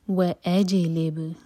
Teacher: بصوتک. و اجلب، جیم پر بھی اور با پر بھی دونوں پر قلقلہ. و اجلب.